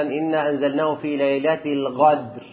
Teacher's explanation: القاف السودانيين بيقلبوها ايه بين الجيم والقاف كده